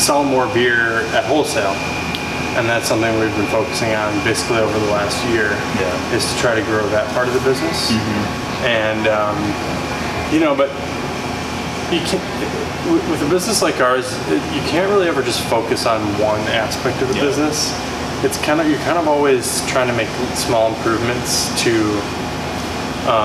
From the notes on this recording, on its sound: I apologize for the background noise!!!